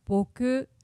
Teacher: Boku, just that part, it's low to high. · Term: flat accent